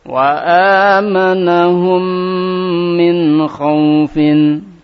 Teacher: Namanya idgham safawi. Maka jika mim sukun ketemu dengan mim, maka ini bacaannya disertai dengan ghunnah yang paling sempurna.